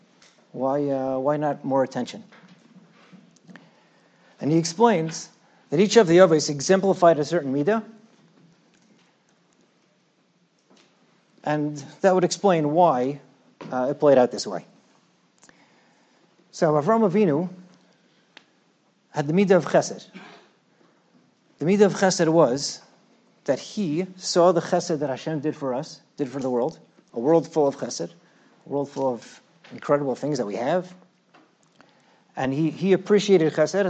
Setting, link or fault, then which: setting, large echoing room